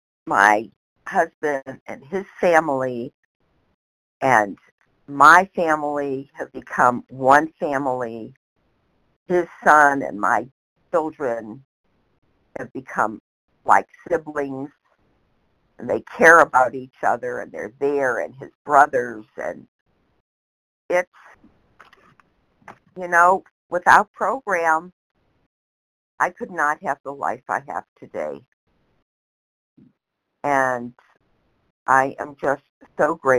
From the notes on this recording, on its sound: 100 Pounders Phone Meeting